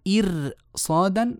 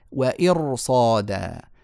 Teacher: لأن الصاد حرف استعلاء وإطباق وما شاء الله كبير وضخم وبعده ألف فكمان التفخيم زايد فيه · Shown in: second take · Term: مفخمة